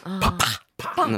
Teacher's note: パは唇をしっかり閉じた状態から破裂音で大きく口を開いて